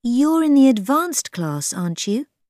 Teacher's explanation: We say question tags with a rising intonation when we aren't sure and we're asking for an answer from the listener.